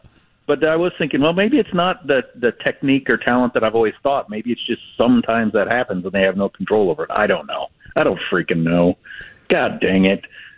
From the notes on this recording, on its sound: Calls-in with a live report from his hospital bed for an update on his emergency gall bladder surgery.